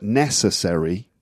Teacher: when you get a word like necessary, the stress is on the first syllable. · Term: word stress